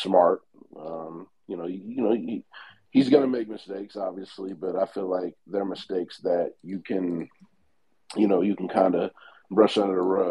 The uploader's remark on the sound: This episode was recorded live on Twitter spaces